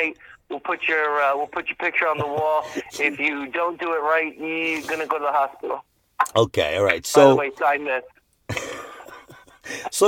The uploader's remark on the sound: we are recording in the car